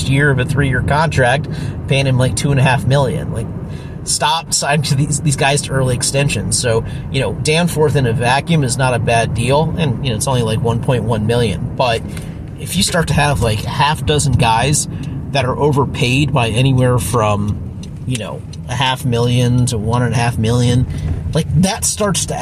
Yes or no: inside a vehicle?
yes